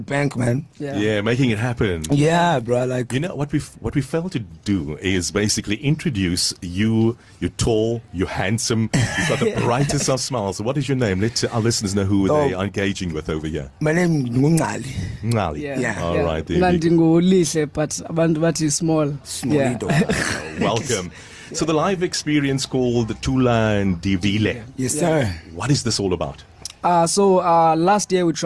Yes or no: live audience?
no